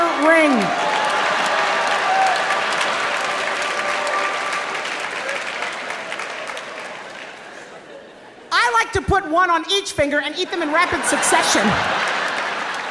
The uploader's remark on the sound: at the Brooklyn Academy of Music